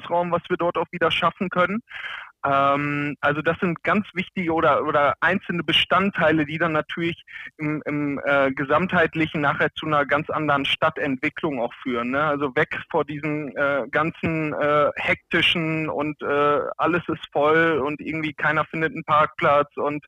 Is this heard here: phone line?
yes